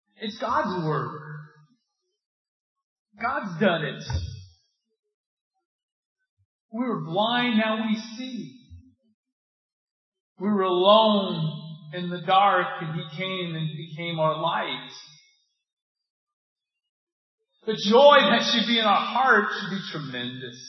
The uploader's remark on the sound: This sermon has technical difficulties with the audio quality.